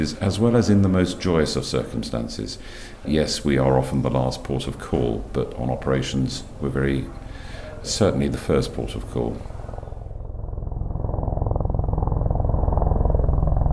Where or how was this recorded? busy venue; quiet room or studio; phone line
busy venue